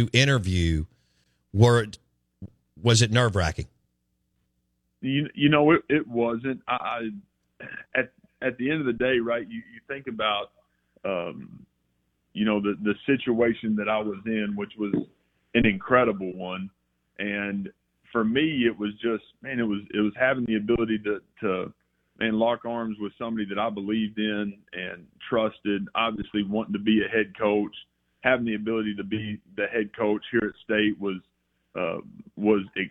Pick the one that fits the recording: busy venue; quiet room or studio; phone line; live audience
phone line